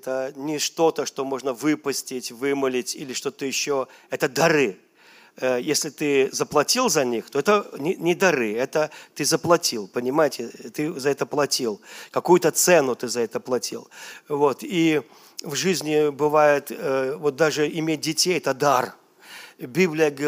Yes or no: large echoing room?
yes